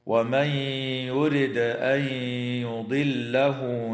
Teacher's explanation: تدغم النون الساكنة في الياء مع الغنة في قوله تعالى ومن يرد أن يضله